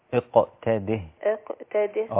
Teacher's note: لان القاف فيها صفة القلقلة والقلقلة القوة والسرعة